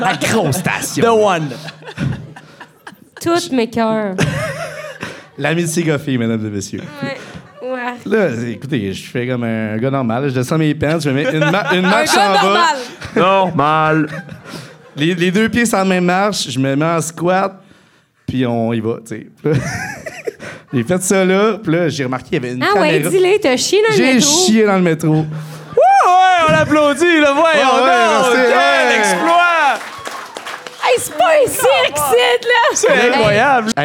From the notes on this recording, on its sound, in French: Live à Sherbrooke. Voici notre deuxième podcast DEVANT PUBLIC à Sherbrooke. On a l'énergie du publique avec nous.